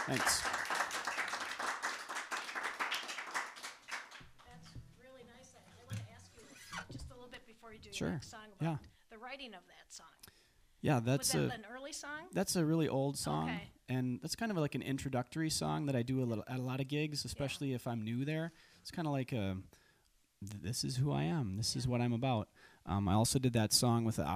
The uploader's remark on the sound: Live From the White Pine.